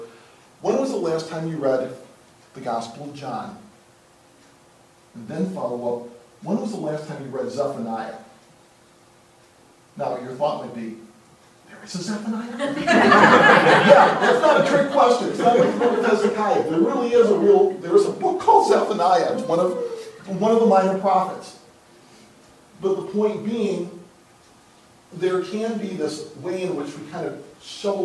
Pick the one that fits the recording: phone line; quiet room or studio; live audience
live audience